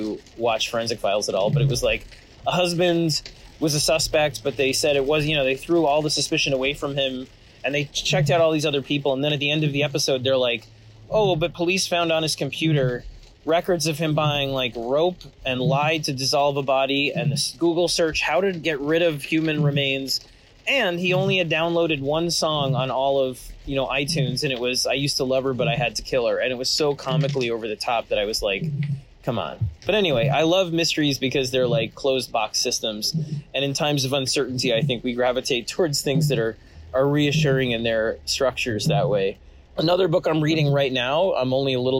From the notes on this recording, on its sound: Apologies in advance for the scratchy audio quality, I had to record while driving around and my car loves to make every awful noise imaginable.